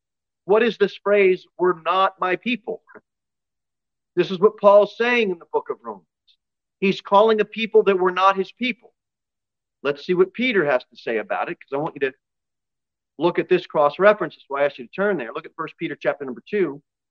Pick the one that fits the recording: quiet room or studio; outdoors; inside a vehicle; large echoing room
large echoing room